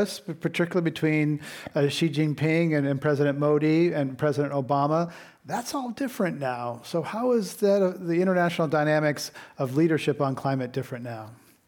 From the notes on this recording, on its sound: Part One of this program was recorded in front of a live audience at The Commonwealth Club in San Francisco on July 11, 2019. Part Two was recorded at the Commonwealth Club in San Francisco on January 17, 2019.